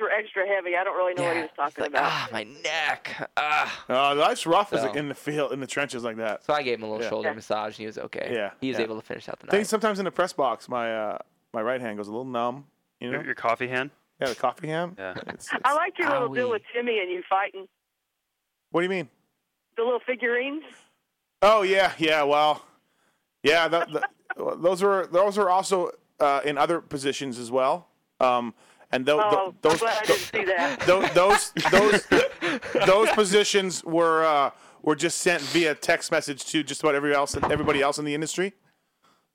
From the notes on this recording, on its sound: Were in town for the Me Cup race. Even took some phone calls.